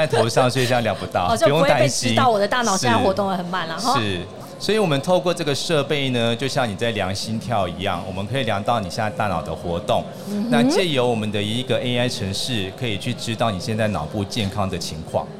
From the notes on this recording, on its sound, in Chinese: 2022 Medical Taiwan台灣國際醫療暨健康照護展 -Live Podcast。